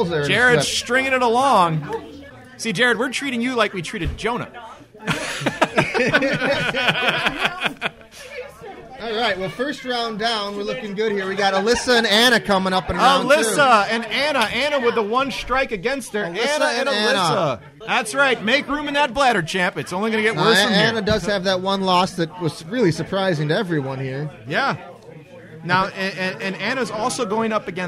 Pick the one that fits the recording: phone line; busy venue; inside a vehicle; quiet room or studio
busy venue